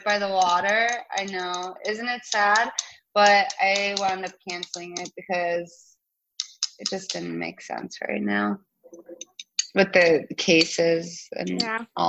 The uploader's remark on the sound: Beset by technical difficulties